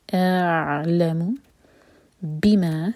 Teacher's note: دو syllable والا ورڈ تو بی پر زور اور ما مد تبعی.